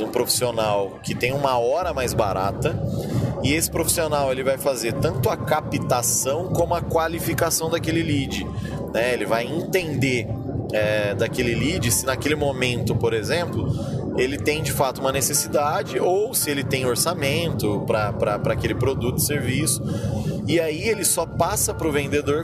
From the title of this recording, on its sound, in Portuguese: Direto da estrada